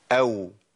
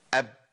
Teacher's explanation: الواو بتخرج بانفراجة بين الشفتين، أو، لكن الباء بتخرج بانطباق الشفتين